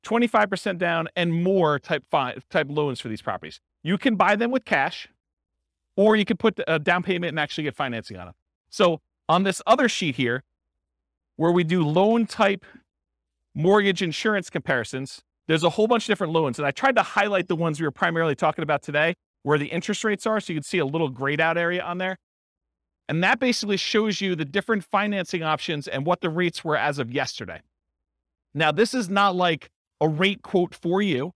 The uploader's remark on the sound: This was a live class recorded